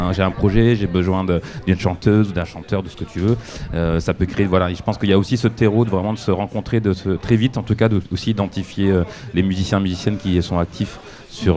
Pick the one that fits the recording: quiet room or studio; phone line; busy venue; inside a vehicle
busy venue